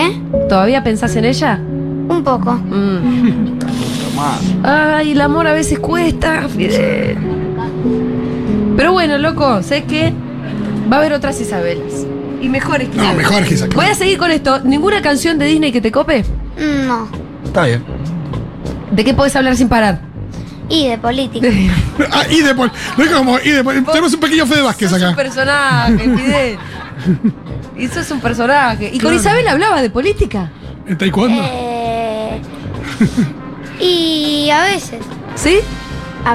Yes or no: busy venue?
yes